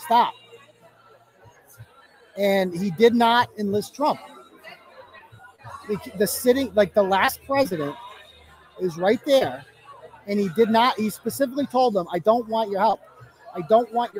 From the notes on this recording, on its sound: Live show starting early for reporting on the election results as they come in. Coverage took place in a public location, so sound quality and interruption varies throughout.